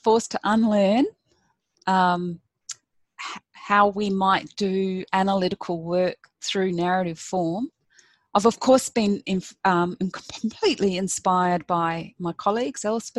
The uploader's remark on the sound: This event was held via Zoom on Friday 11 September, 2020